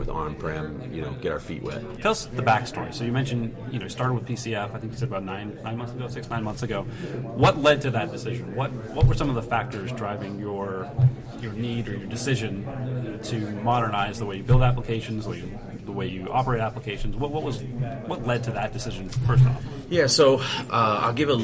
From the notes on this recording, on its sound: recorded on the floor of Cloud Foundry Summit 2019 in Philadelphia